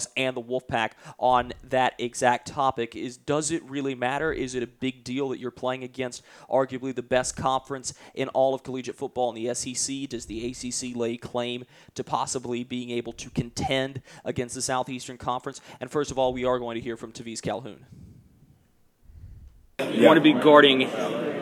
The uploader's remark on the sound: Live From The 2015 Belk Bowl.